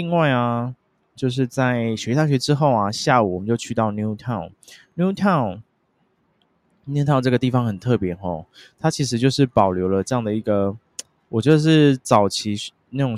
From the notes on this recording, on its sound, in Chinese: 這次在Central Station旁邊的咖啡廳錄音，也是別有不同風景與體驗!